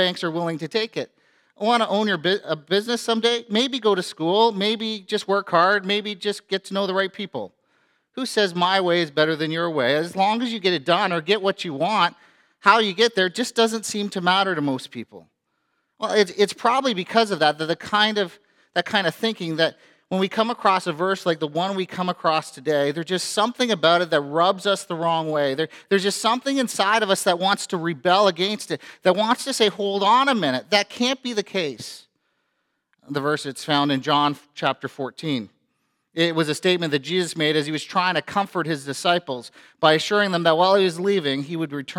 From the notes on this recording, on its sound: A sermon preached on Good Friday at FBC Church in Cobourg,